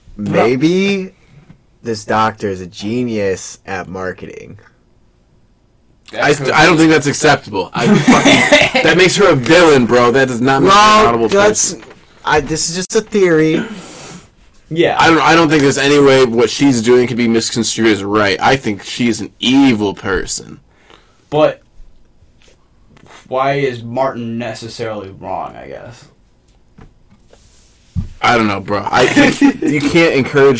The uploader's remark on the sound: Sorry for another botched audio quality. This has way too much echo and I promise it will improve.